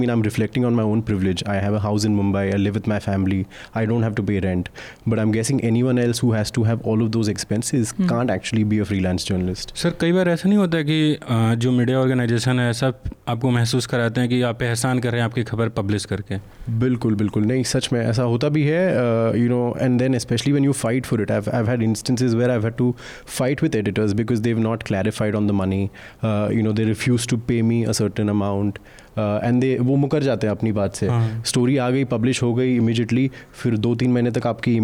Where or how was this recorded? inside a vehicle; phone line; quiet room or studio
phone line